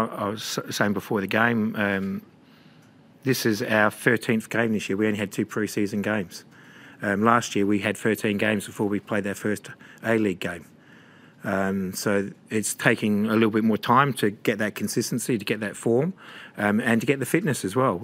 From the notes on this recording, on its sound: Post-match Press Conference.